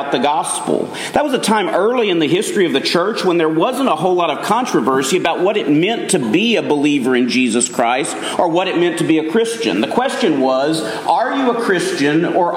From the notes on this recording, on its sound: Message delivered Sunday, October 1, 2023 at Mt Carmel Primitive Baptist Church, Bel Air, Maryland.